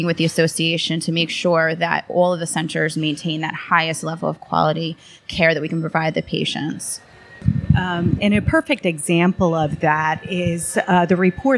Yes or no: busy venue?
yes